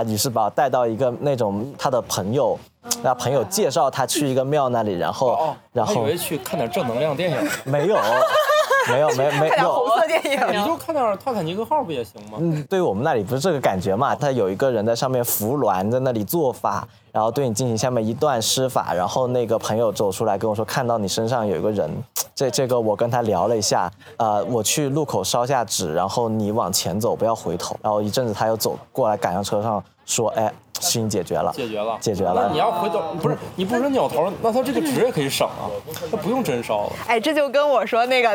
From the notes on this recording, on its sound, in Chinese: 深夜谈谈播客网络举办的首届「声量The Power of Voice」大型播客线下派对上。面对音轨对不齐、部分声音丢失等不可抗力。